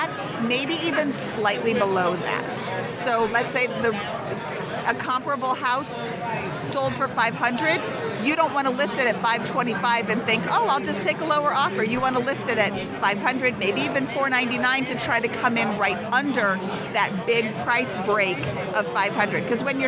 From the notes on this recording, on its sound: We're live from Podcast Movement in Dallas, Texas with a rockstar roundtable.